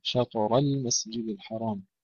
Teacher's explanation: تفخيم الراء ثم ترقيق اللام